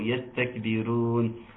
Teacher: يستكبرون بالرو وليس بالرو، يستكبرون، وهمس الكاف لانها ساكنه